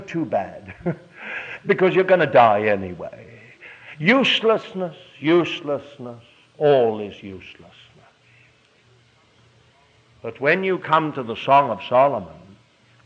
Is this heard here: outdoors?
no